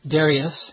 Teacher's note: Those are kind of the two most commonly heard pronunciations, and it comes down to kind of the Greek version of this word is typically the one we pronounce, and when we're American or English, we tend to put the pronunciation on the first of three syllables